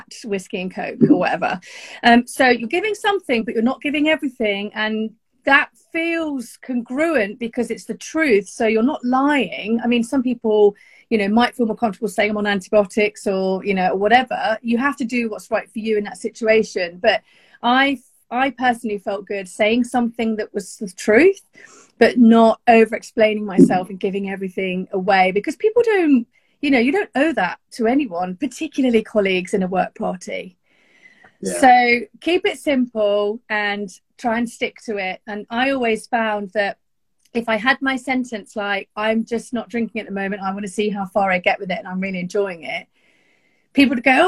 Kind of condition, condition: link, video call